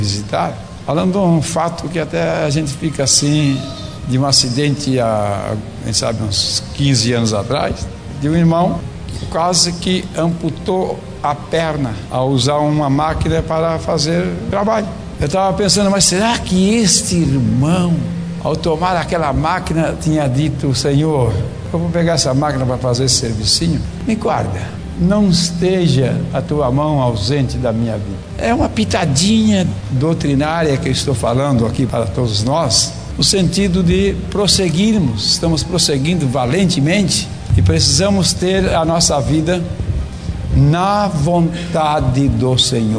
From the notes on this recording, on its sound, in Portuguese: Gravada em 2016 no Culto de Edificação Cristã na IEAD Joinville, SC.